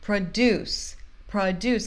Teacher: A sílaba tônica está nessa primeira sílaba, pro, e a gente vai falar o bem certinho. Mas em produce, produce, que é o verbo de produzir, a segunda sílaba é a sílaba tônica.